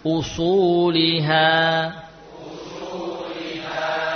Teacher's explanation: Memang sekilas mirip, namun diusahakan tampak beda. Ya, isti'la pada shad harus nampak